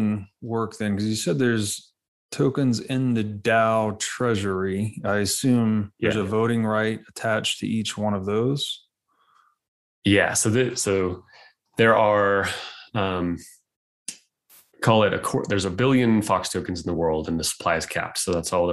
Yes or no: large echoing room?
no